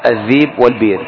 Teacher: وأبو عمرو يبدل من همزة ياء فيقرأ الذيب والبير · Term: مخففة الهمزة